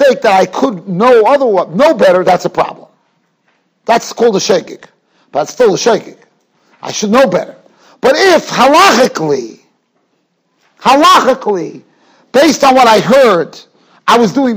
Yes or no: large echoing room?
yes